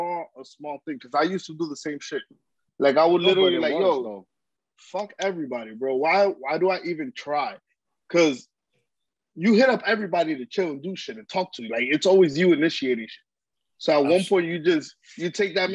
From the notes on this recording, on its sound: With the zoom vibes this week. We apologize we are working on a permanent spot at the studio.